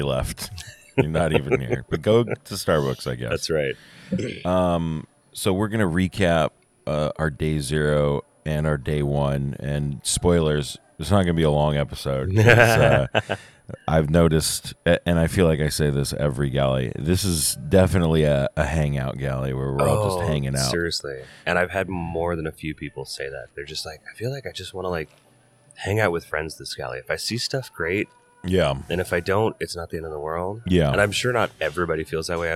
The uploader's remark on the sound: LIVE from the lobby of the LAX Marriott. We hope everyone is having a lovely con.